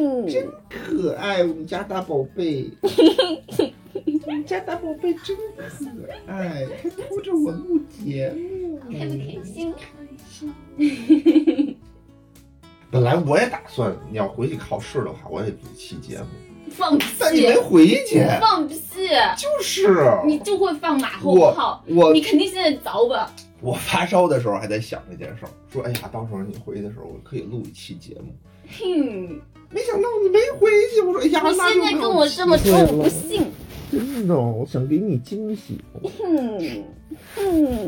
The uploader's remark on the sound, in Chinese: 尽管多次剪辑，本期节目仍旧过于羞耻，另，手机录音，音质有限。对音质效果要求高的听友请绕道。